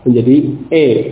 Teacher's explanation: Dari A fathah, A menuju ke kasrah, I. Menjadi tengah-tengahnya. · Term: imalah